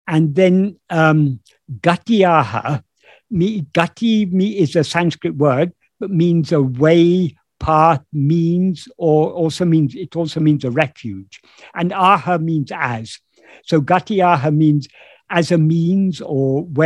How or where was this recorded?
video call